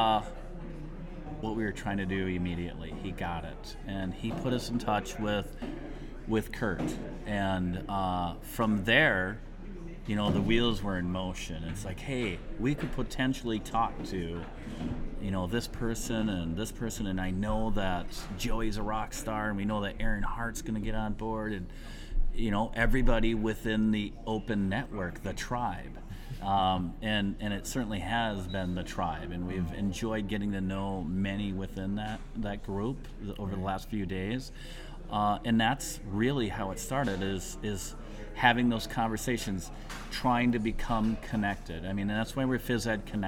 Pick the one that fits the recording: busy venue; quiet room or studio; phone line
busy venue